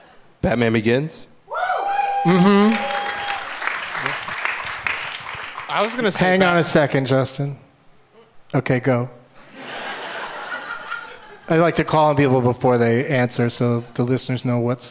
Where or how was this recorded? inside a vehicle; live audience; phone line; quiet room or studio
live audience